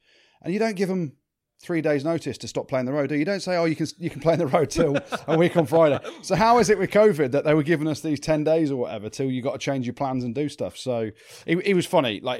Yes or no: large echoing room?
no